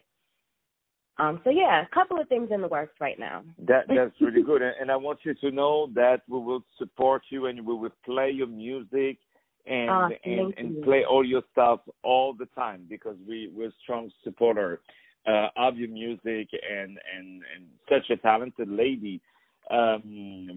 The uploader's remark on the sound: On the phone